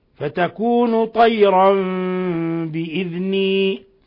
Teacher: تنوين فتح جاء بعده الباء، الحكم التجويدي إقلاب، فنقلب النون الساكنة ميما مخفاة عند الباء